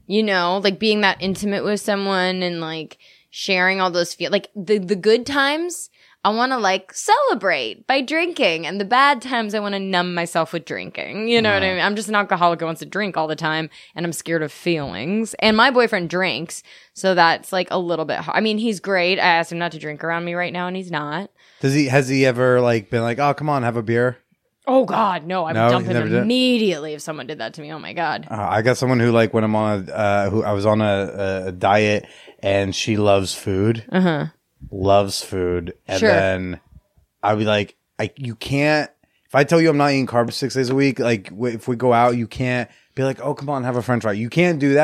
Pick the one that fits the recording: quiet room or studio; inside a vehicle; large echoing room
quiet room or studio